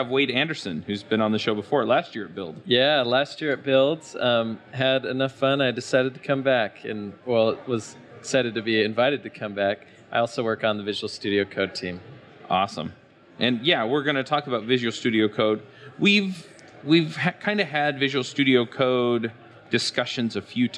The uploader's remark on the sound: This episode is live at the Microsoft Build 2017